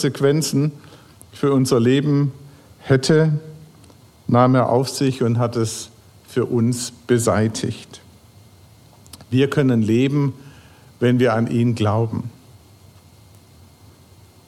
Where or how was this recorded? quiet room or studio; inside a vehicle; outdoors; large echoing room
large echoing room